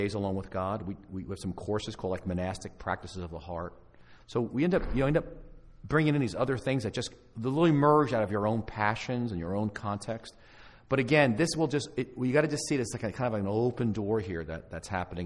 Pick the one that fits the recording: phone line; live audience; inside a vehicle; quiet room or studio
live audience